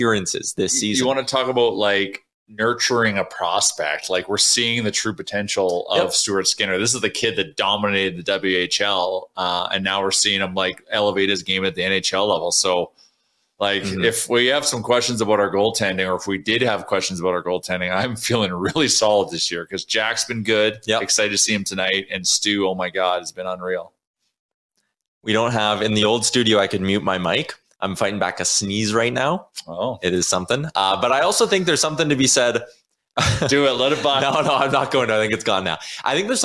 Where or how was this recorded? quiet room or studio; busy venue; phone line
quiet room or studio